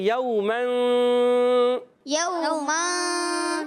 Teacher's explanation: ایک الف کا غنہ کرنا، اور ایک الف کا غنہ کرنا، تو یہاں نون کو چھپاتے ہوئے غنہ کریں گے · Term: اخفاء